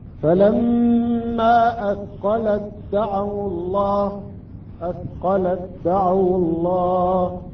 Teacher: التاء ساكنة بعدها حرف الدال أدغمت هذه التاء مع حرف الدال